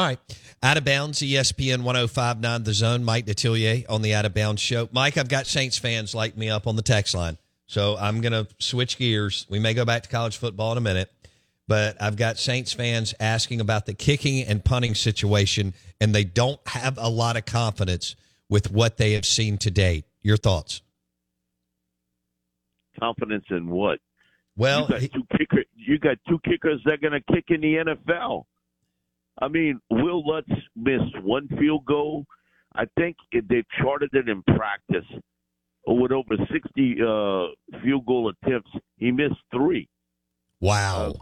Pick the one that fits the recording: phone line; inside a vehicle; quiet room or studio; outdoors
phone line